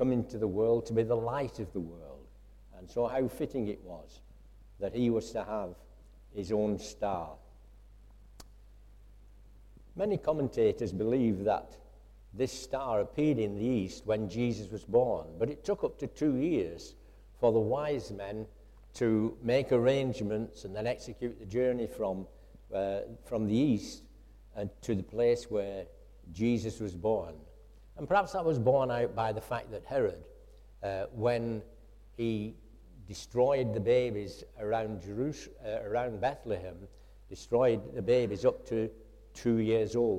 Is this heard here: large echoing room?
yes